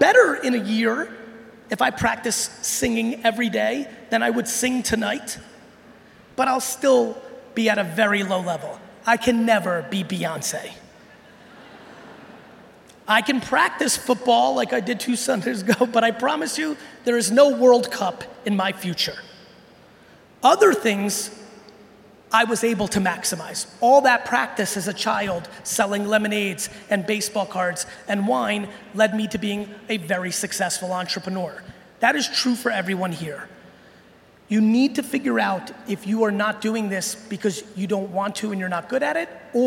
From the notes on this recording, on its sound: I'm sharing a keynote I gave recently in Brazil